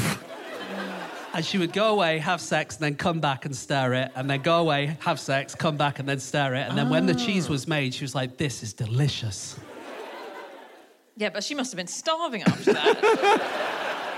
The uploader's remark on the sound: Live from the Bloomsbury Theatre, London